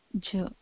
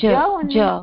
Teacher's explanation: with your mouth, you simply say cha only. But with the vocal cords, you add them. And what eventually comes out with the mixture of the two is ja. So with your mouth, whatever you are doing, the sparsha and everything, keep it exactly the same.